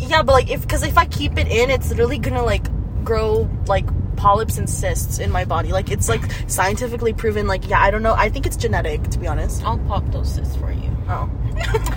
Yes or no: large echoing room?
no